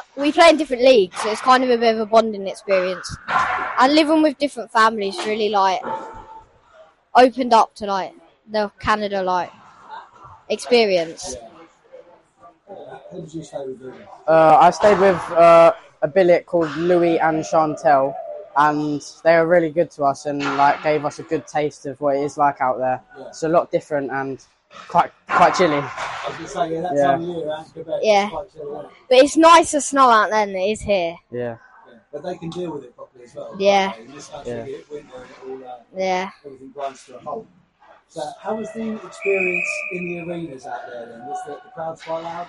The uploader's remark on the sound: Really great chat that is (if a little glitchy).